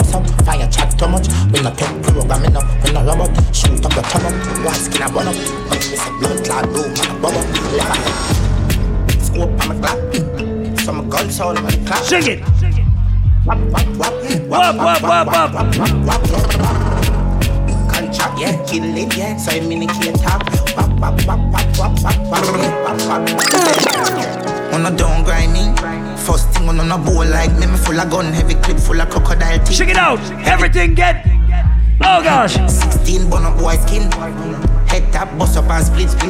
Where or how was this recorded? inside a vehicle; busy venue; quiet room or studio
busy venue